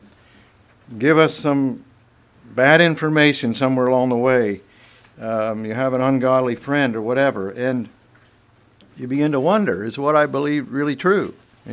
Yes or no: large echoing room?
yes